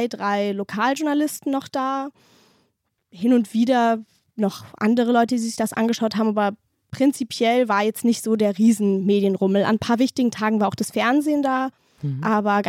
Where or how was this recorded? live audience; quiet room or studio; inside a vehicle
quiet room or studio